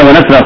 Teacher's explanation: خد بالك من ترقيق الواو وترقيق النون وترقيق السين وتفخيم الراء